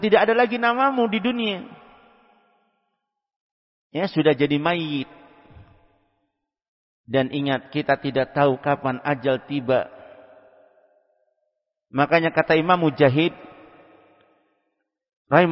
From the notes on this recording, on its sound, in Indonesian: Tempat: Masjid Ma'had Darussunnah Jeneponto.